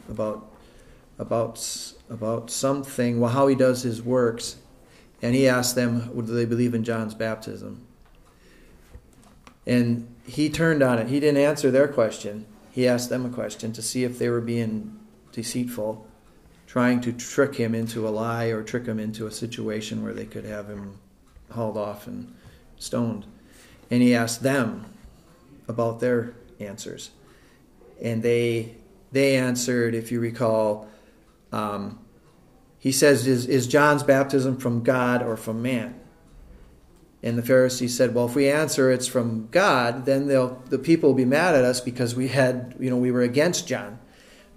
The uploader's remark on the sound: This is the recording of the Sunday School class taught by our elders.